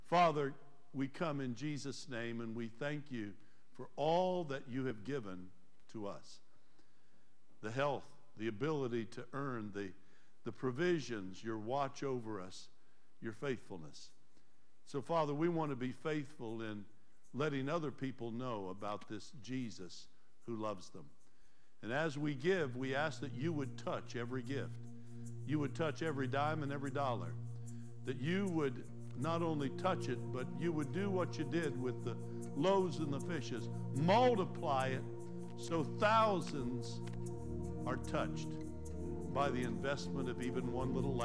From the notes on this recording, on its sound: Trinity Church Live